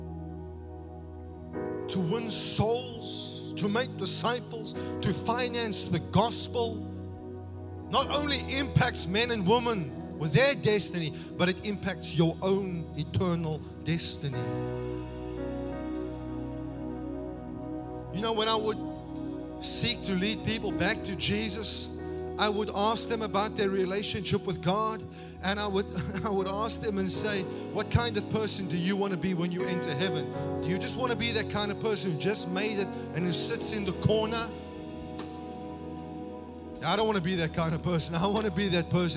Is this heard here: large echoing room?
yes